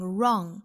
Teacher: inactions.很简短的一句话，我们首先来看这句话的发音要点。我们来看前半句,in the long run,从长远来看。这半句我们要注意一个单词,run, run, run,这是很多同学容易读错的一个单词。这个词我们要尤其注意元音啊和鼻音嗯的组合。un 再加前面的 r 这个辅音构成 run 很多同学在读这个词的时候呢容易前后鼻音混淆读成 wrong 末尾是后鼻音我们在发 wrong 的时候呢我很明显是舌根部隆起和软腭贴合了